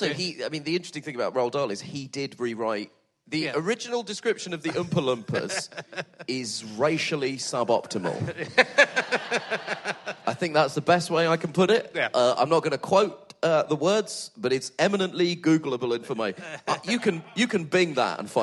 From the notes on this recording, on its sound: Back at the Leicester Comedy Festival for the second week in a row.